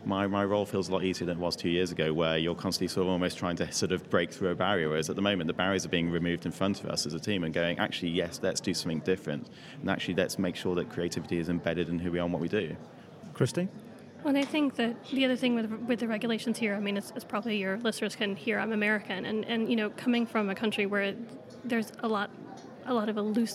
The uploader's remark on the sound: recorded in partnership with PRWeek UK at their PharmaComms conference in London